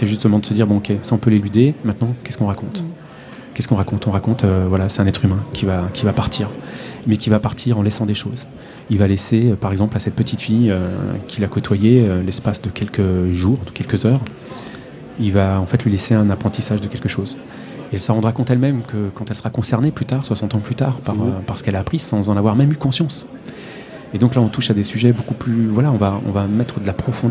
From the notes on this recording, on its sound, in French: Au coeur de la convention du Fantastique de Rouen. Nous étions à nouveau en mode immersion dans le cadre d’un festival, à nouveau pour un enregistrement en public, mais cette fois-ci dans le cadre de la convention du fantastique.